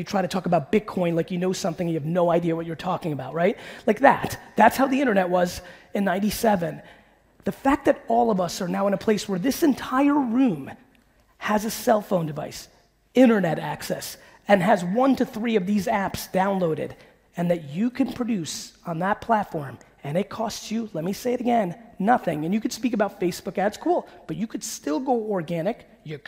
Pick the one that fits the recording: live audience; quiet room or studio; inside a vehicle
live audience